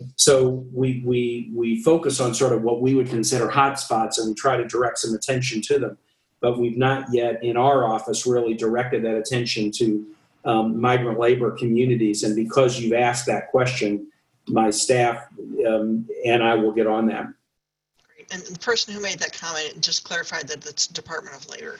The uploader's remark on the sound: This episode of the Rural Health Voice podcast is the recording of a virtual press conference VRHA conducted.